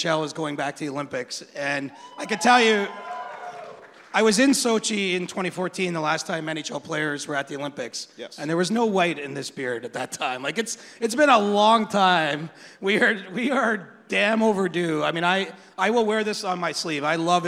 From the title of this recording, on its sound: Live from All-Star Weekend At The Rec Room